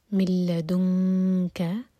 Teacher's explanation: जब कैफ के लिए इख्फा करें तो कैफ के करीब जबान हो